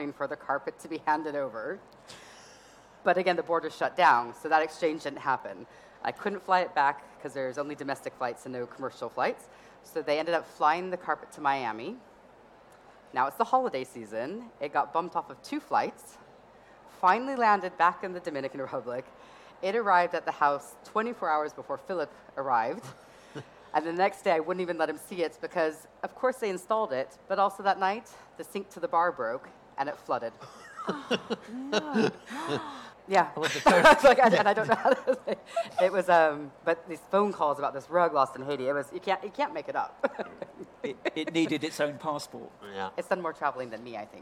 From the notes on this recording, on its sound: This episode was recorded in front of a live audience as part of the Decorex Talks programme.